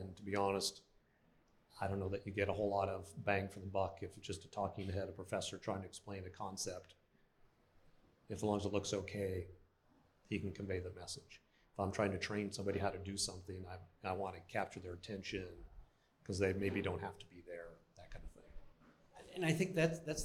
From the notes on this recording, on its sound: we held a live panel for our POSTNAB tour